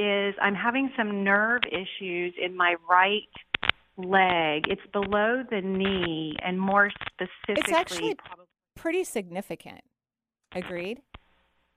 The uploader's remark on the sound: we're celebrating with a call-in show today